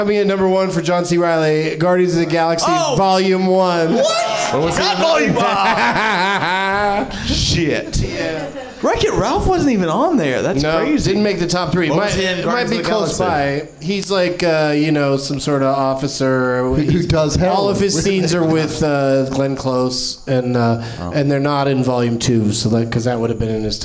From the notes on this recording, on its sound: Live from the NerdMelt Showroom in LA